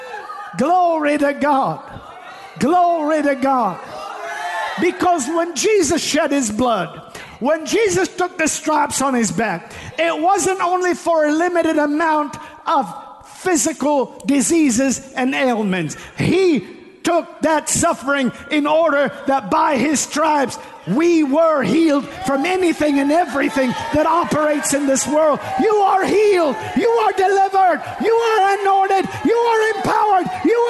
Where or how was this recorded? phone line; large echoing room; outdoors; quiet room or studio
large echoing room